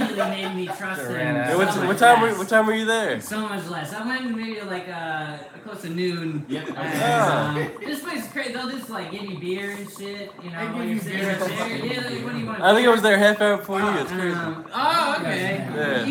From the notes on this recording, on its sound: Audio clears at 5:50.